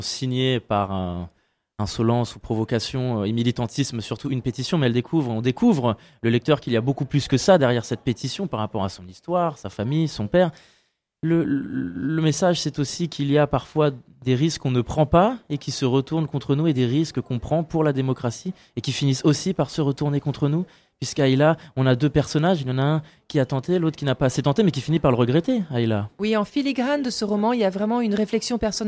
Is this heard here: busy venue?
yes